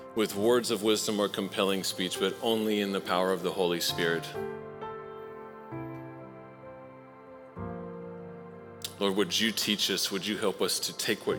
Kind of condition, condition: setting, large echoing room